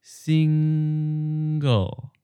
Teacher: Now split it into two syllables, single. But as you end on the NG sound of the first syllable, hold it for a bit and then slide into the second syllable, like this, single.